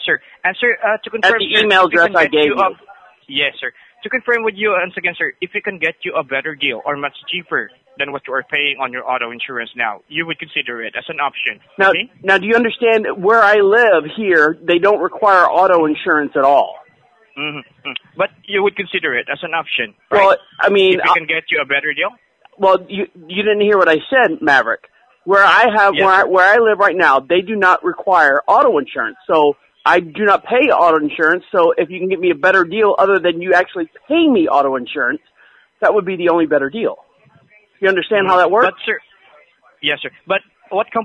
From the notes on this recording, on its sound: Where we take back the conversation from unsolicited phone calls. Every call is 100% real. All comments, names, and information given to the callers are made up in real time as the call is recorded.